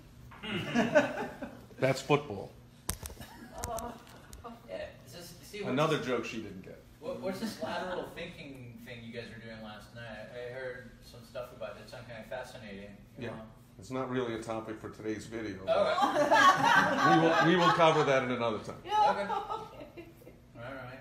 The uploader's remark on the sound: live at The All-Star Entrepreneur Mastermind